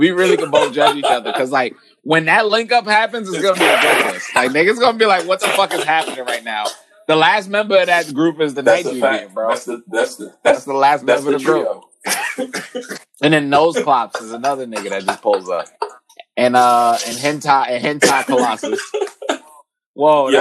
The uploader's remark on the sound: COVID-19 was chewing away at the mic so excuse the sound quality.